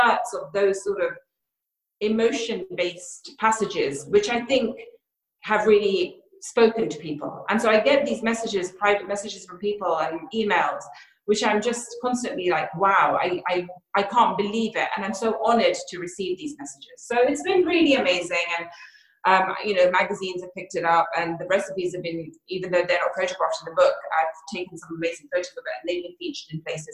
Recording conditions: video call